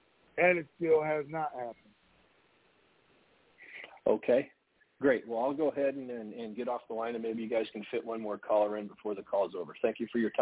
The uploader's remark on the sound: TNTSuperfantastic Conference Call.